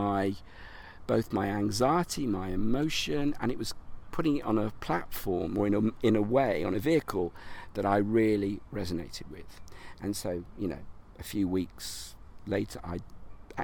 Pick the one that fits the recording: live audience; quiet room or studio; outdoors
outdoors